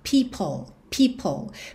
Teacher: Percebe que tem um arzinho no P?